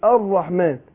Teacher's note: ناخد بالنا من تفخيم الراء، اقول الراء لان الراء مشدده وادغمت اللام في الراء، بقول ار على طول الرحمن، فالراء مشدده مفخمه، فانا احذر من التكرير